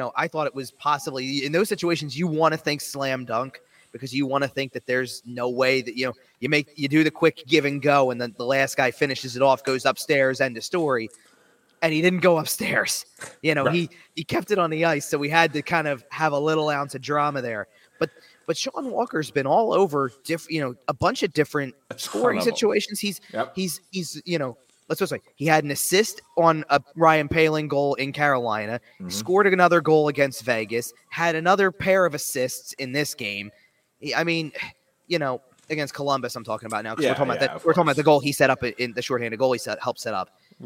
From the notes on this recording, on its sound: Live From The Farg. Checks in live from Wells Fargo Center.